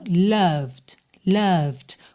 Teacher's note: Cuidado para não falar loved, tá? Nem o O é O e nem o E é pronunciado.